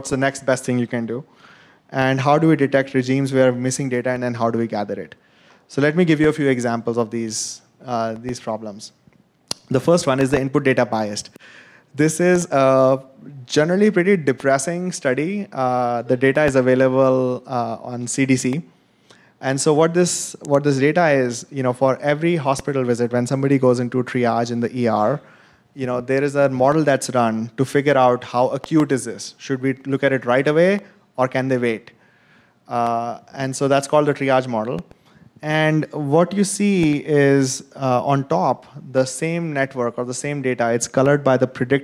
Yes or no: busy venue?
yes